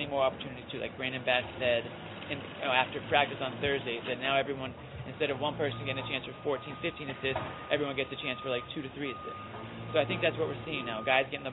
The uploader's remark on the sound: Live from TD Garden.